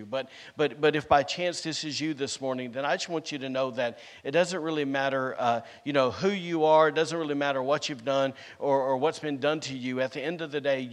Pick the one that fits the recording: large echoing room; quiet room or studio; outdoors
large echoing room